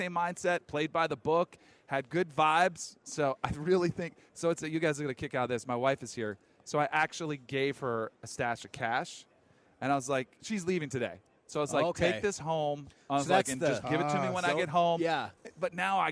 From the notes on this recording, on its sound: LIVE from Radio Row in Las Vegas!